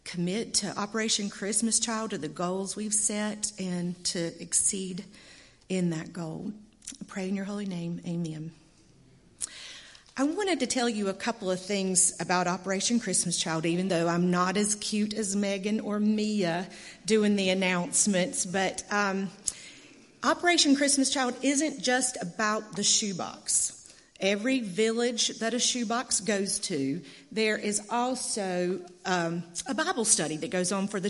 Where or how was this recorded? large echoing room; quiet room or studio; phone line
large echoing room